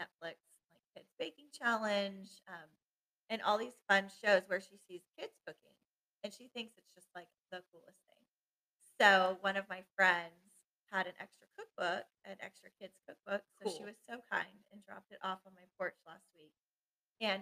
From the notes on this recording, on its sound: We were working with new Mic equipment. Bear with us as this episode might not “sound” exactly as we planned.